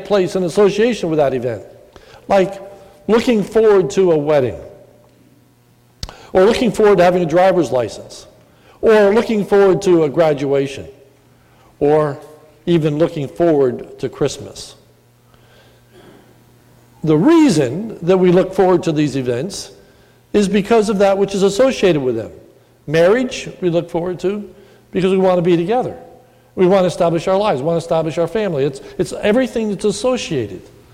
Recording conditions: large echoing room